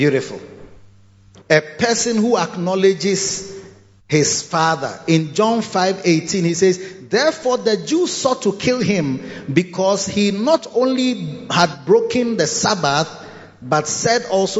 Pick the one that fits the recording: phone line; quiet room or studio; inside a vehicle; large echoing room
large echoing room